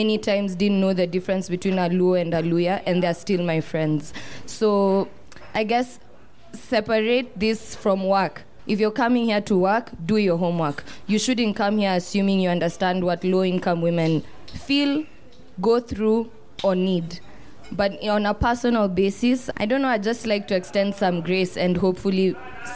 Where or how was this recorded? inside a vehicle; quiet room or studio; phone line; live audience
live audience